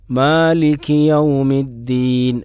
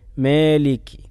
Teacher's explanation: ഇമാലത്ത് എന്ന് പറഞ്ഞാൽ അലിഫിനെ എ എന്ന് ചരിച്ചുച്ചരിക്കുക · Shown in: second take